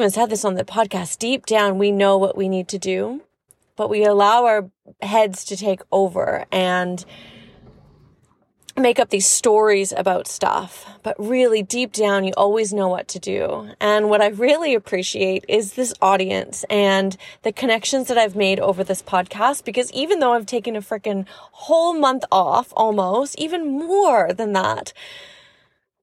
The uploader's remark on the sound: From my car